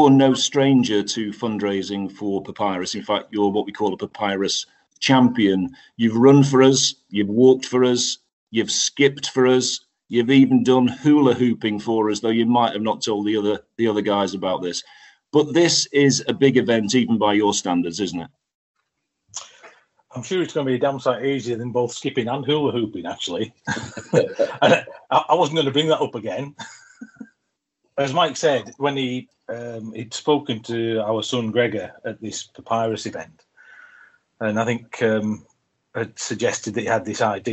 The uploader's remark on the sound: via Zoom